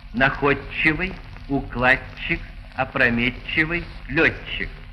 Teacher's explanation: Группы ДЧ и ТЧ произносятся как двойное Ч.